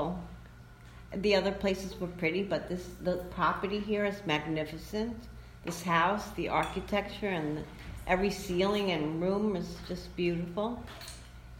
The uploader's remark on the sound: Live from The Intuitive Woman Retreat